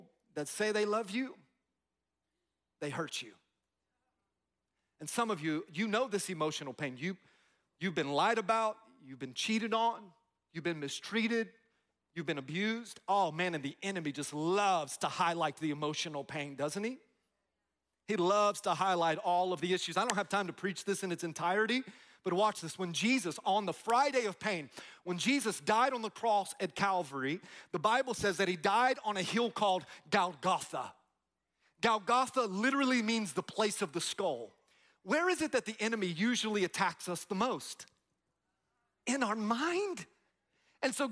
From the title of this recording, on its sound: Easter At GO Church